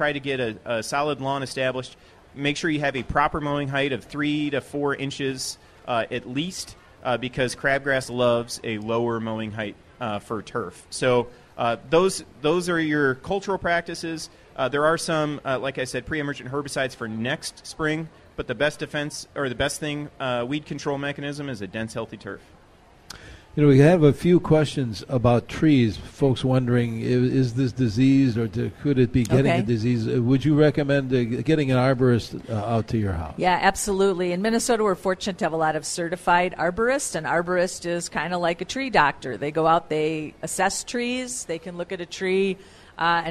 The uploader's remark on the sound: live from the MN State Fair